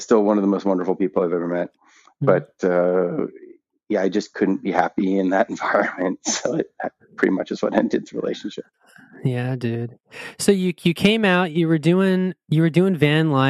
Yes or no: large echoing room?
no